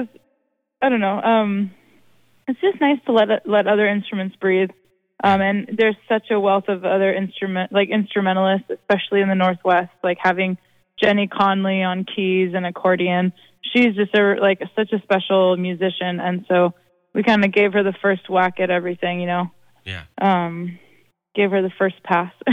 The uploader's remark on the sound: chats on the phone